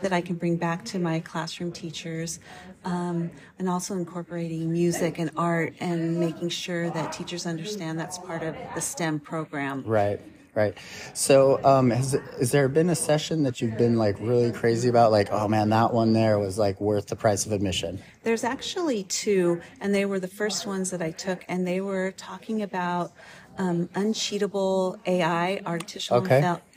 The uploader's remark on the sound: Live from ISTELive23